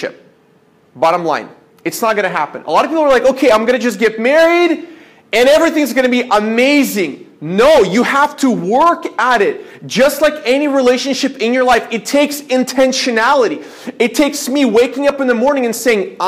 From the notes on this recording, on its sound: This is a sermon I preached at my church